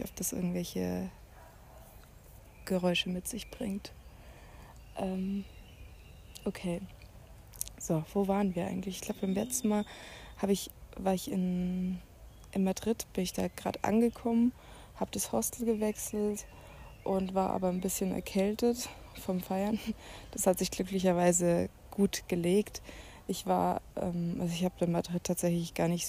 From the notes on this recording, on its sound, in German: Fast live aus der Hängematte im Hostelgarten